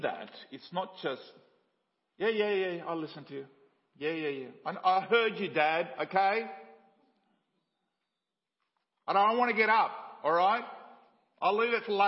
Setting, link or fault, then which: setting, large echoing room